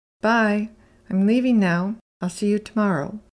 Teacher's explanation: The M and L sounds are barely said aloud, but a native speaker hears them · Term: grammar sounds